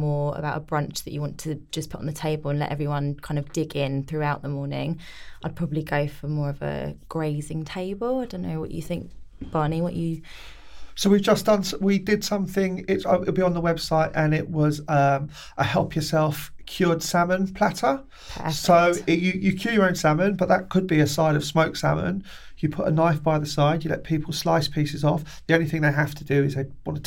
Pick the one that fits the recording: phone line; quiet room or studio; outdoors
quiet room or studio